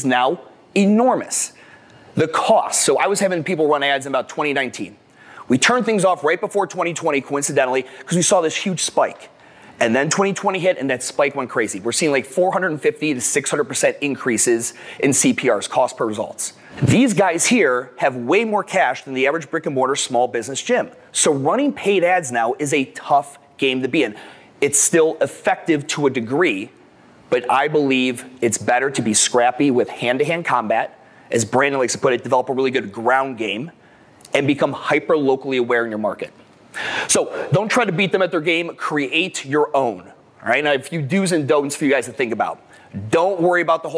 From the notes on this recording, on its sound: the keynote I gave at the 2022 MADabolic Franchise Conference